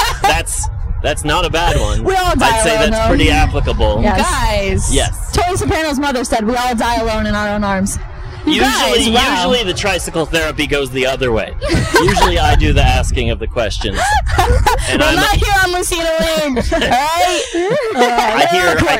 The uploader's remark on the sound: The ladies' first Pedicab Podcast. While riding through the streets of Boston.